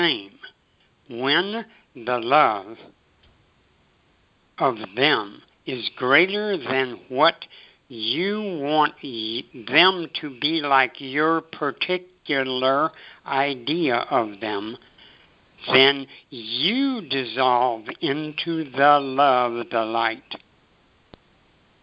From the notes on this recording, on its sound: ACIM Daily TEXT Conference Call